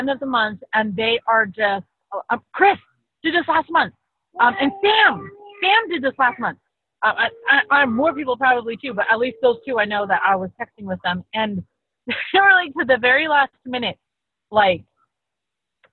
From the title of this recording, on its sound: Call from the Car